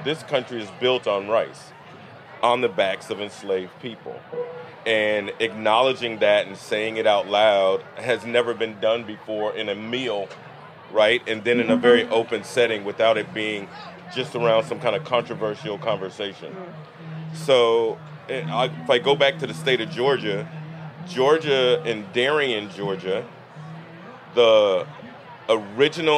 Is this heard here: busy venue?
yes